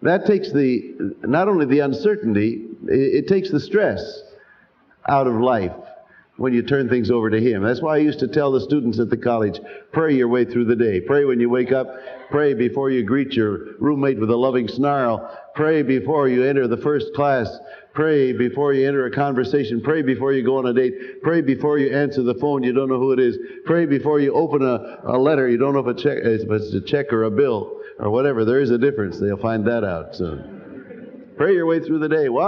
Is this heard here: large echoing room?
yes